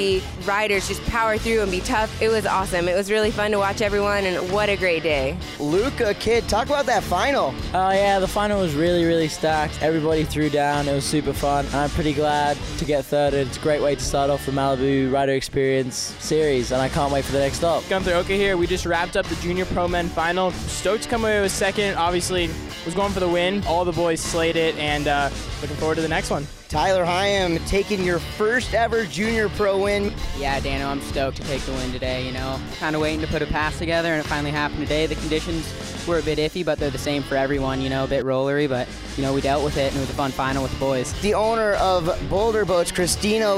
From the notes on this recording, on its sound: hear an Audio Montage from the Malibu Boats Rider Experience stop one and the WWA Central Wakeboard Regionals, hosted by Boulder Boats on Lake Las Vegas